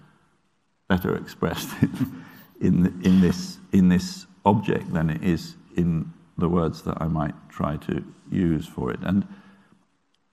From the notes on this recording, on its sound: Catch up on this event from the Benjamin West Lecture Theatre.